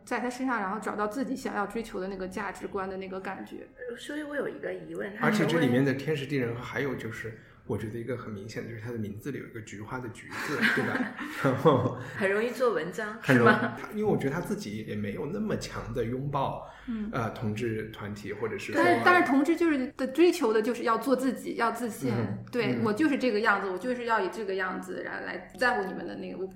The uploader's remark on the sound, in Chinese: 这周节目是在一个比较大的办公室录音，可能回音感觉会比较强